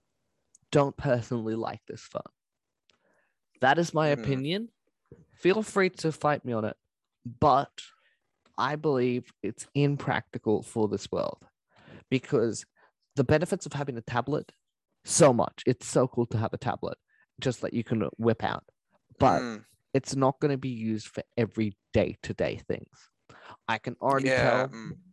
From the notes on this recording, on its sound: we had some audio dificultlys so there will be some stammers when listening